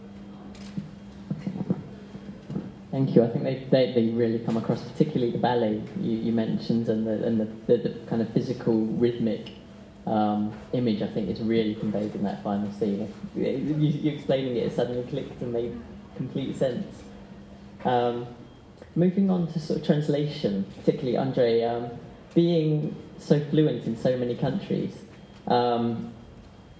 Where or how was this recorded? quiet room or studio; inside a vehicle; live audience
live audience